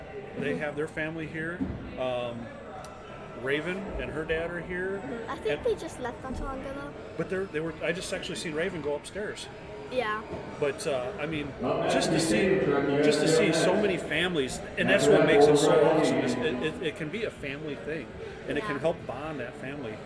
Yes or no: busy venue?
yes